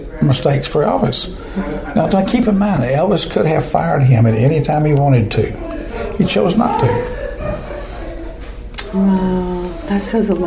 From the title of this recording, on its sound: Interviews from the Collingwood Elvis Festival 2016